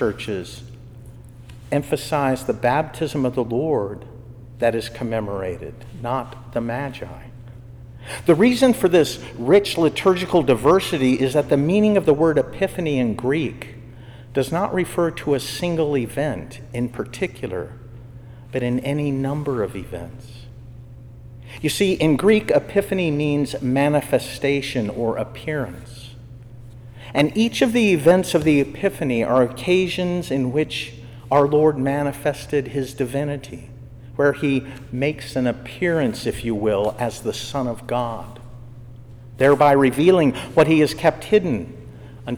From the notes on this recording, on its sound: was given during Evening Prayer for the Dayton Secular Order of Discalced Carmelites on Feast of the Epiphany in Jan 2023